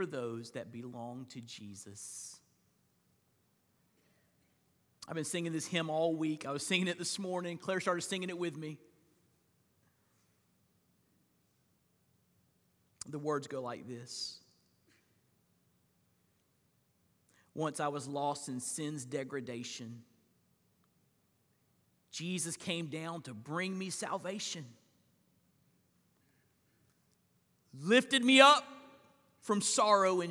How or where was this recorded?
large echoing room